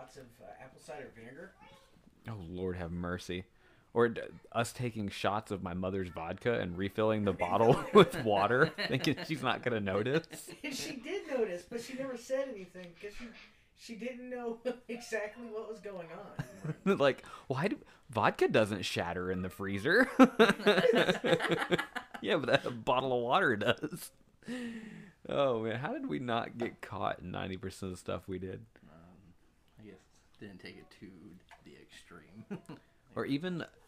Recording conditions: sounds in the background